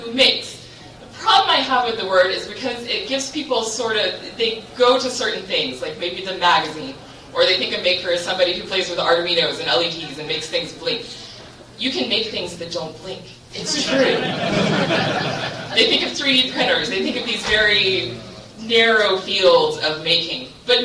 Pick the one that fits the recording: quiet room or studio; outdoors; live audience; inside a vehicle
live audience